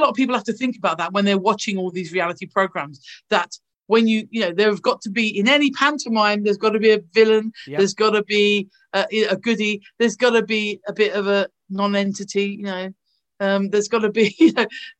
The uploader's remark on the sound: thanks to the power of zoom